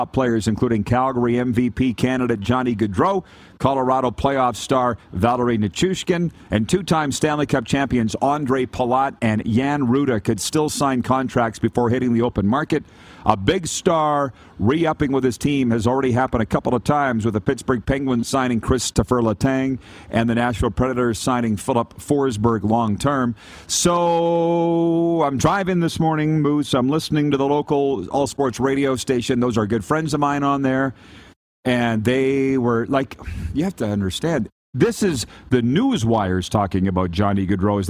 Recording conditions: busy venue